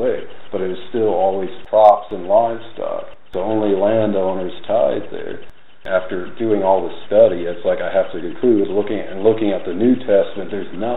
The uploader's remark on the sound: Unfortunately, the audio quality is poor. I tried to amplify it and remove noise.